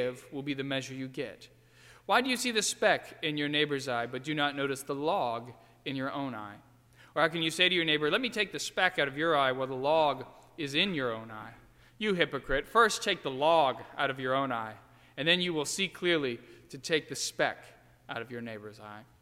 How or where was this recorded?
large echoing room